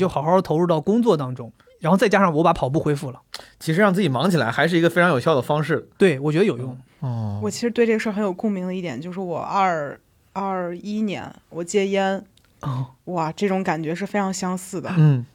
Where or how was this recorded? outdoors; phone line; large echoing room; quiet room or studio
quiet room or studio